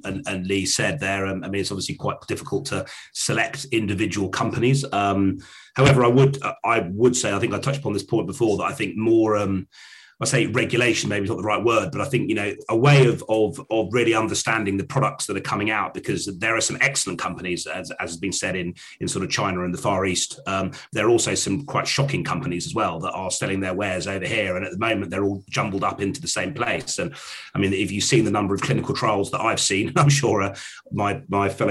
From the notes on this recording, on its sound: In this live webinar